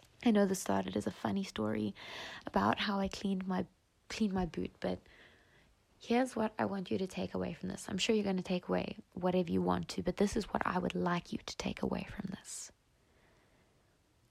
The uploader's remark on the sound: recorded as usual from my bed, on my phone